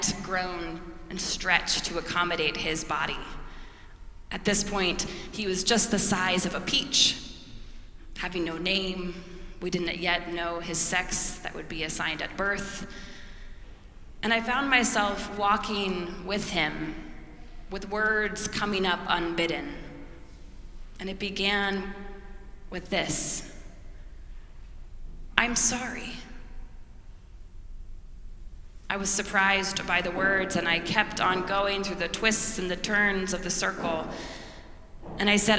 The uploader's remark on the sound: preached at our celebration of the Holy Eucharist on the Sixth Sunday after the Epiphany